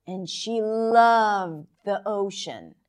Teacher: She goes higher in pitch, and she loved the ocean. And she stretches it not only by elongating the vowel, but also elongating the consonants. Loved, loved.